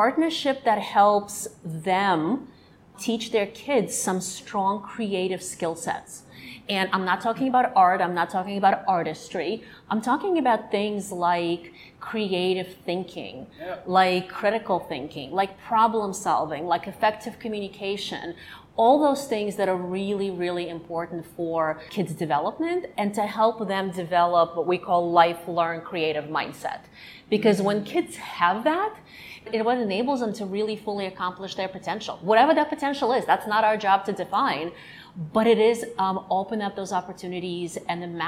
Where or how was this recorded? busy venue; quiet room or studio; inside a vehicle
busy venue